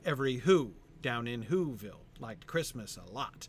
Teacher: That's a pretty standard anapestic tetrameter line.